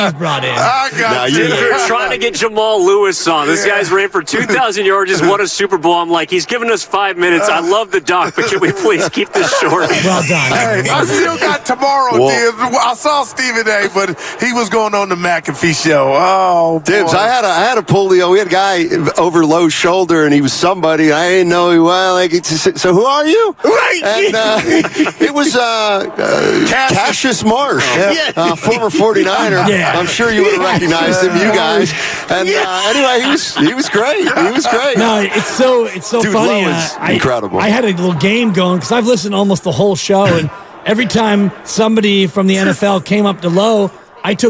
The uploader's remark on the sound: LIVE from Radio Row in Las Vegas ahead of the Super Bowl.